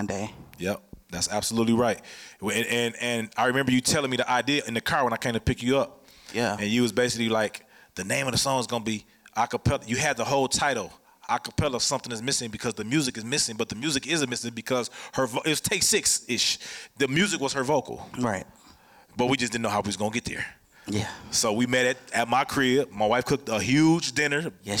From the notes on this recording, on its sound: Amplifier is filmed and recorded in front of a live audience at the Radio Milwaukee studios in Milwaukee, Wisconsin.